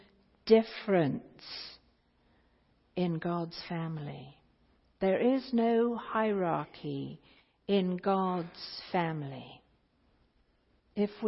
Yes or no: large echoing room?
yes